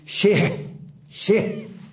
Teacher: لاحظ الهاء وقفت عليها ساكنة والشين بقيت مكسورة · Term: هاء السكت